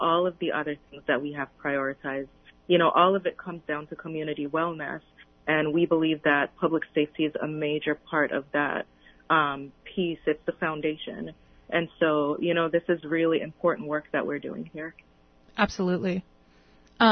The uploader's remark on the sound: On the phone. In the studio are.